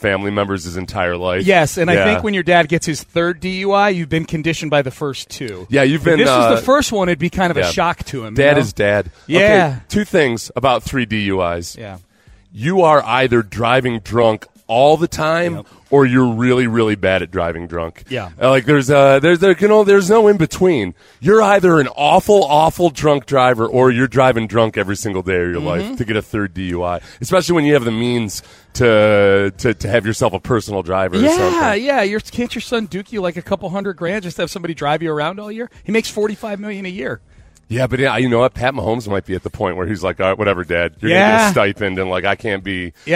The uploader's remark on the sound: live on Radio Row in Las Vegas!